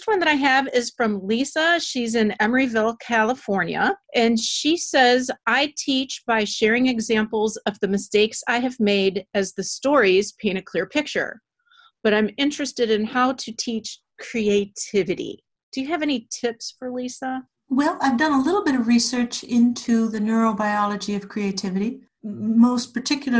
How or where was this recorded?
video call